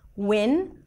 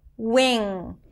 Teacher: for the N, the tip of the tongue goes up. For the NG, the back of the tongue goes up in the back, and the air comes out through the nose.